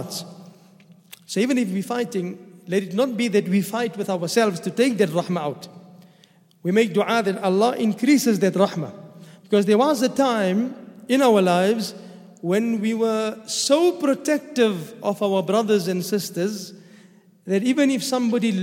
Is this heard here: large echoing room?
yes